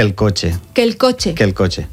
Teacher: són dos vocals que són iguals, aleshores ens mengem una. Dos E. Dos E.